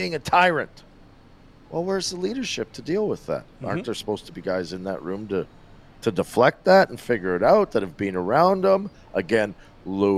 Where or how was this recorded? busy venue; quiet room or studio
busy venue